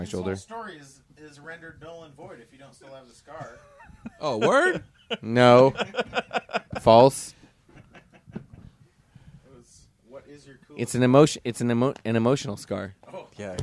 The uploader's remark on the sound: A special live episode recorded on a patio overlooking the Puget Sound and the Seattle skyline.